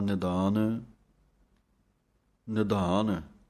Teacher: ਧੱਦੇ ਦੀ ਆਵਾਜ਼ ਦੇਣੀ ਹੈ, ਪੋਲਾ ਦੱਦੇ ਦੇ ਨਾਲ ਨਹੀਂ ਪੜ੍ਹ ਦੇਣਾ